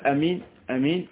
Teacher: فعندما نقول مثلا في آمين في المد الأول مثلا، من قال أمين أمين لم يأتي بالمد إطلاقا